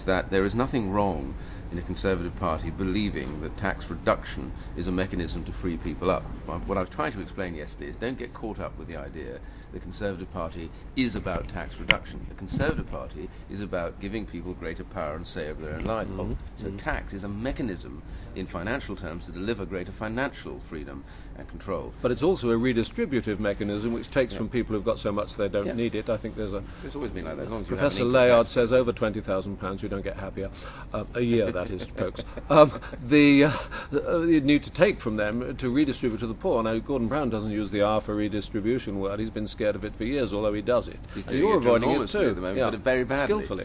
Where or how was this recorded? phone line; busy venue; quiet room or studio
busy venue